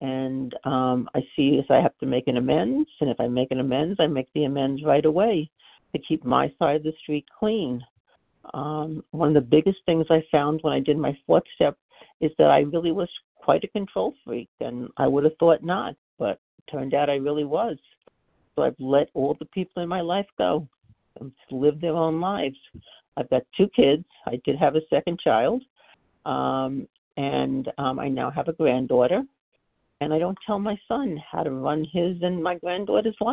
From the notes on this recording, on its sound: 100 Pounders Phone Meeting.